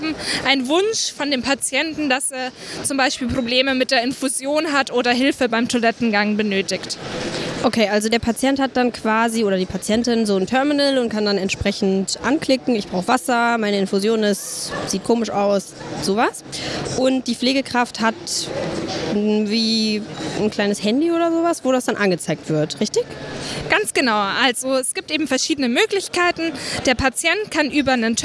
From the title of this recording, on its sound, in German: Live vom Deutschen Pflegetag 2022 (Erster Tag)